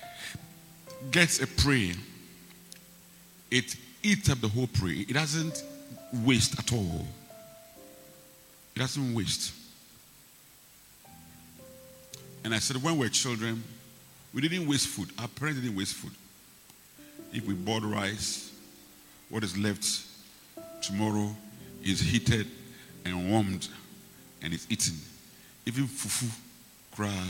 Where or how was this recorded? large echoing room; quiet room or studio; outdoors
large echoing room